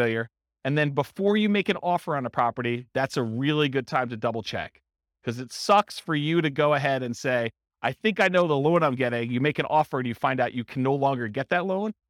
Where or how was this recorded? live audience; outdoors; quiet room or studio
live audience